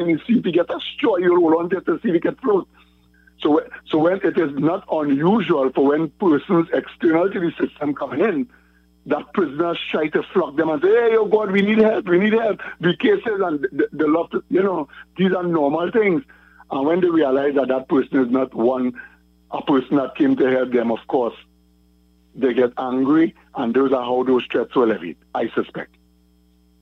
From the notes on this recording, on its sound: During this hour we take calls from our audience